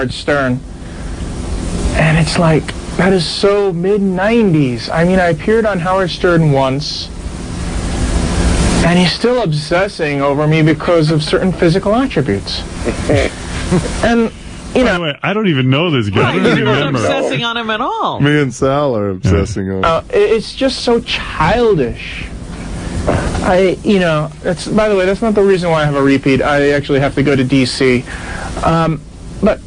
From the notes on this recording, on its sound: Prank Phone Calls Collection